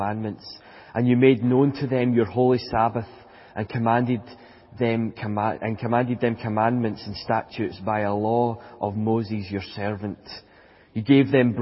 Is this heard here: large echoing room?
yes